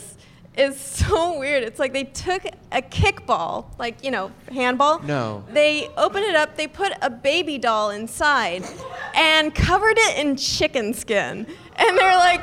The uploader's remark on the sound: We're LIVE from UCB Sunset in Los Angeles.